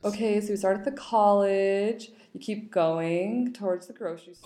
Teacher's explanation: speakers end phrases with a rising pitch so they sound like questions · Term: uptalk